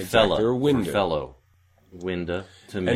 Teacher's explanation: And so that's certainly a realization of goat, but you might have to think of it as a special class. It's unstressed goat, unstressed final goat. So it's merging with schwa in sort of the comma lexical set.